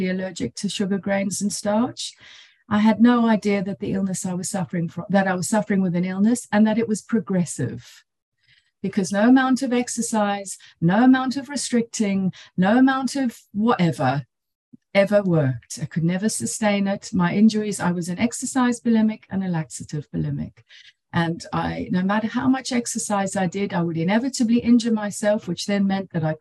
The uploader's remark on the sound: She spoke on the Sunlight of the Spirit Zoom meeting.